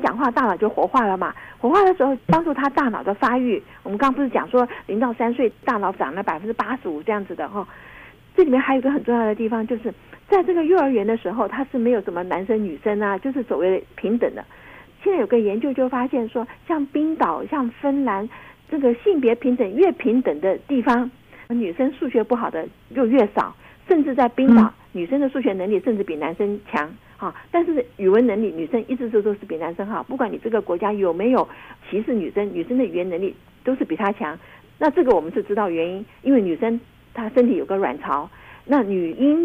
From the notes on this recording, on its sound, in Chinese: 因疫情關係，本集節目採電話連線收音，聲音品質請大家包涵。